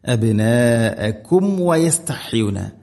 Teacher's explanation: ഇവിടെ മീമിനെ കൃത്യമായിട്ട് പൂർണ്ണമാക്കണം, അഥവാ രണ്ട് ചുണ്ടുകൾ തമ്മിൽ തട്ടിച്ച് മീമിനെ പൂർണ്ണമാക്കിയിട്ട് വ ഉച്ചരിക്കണം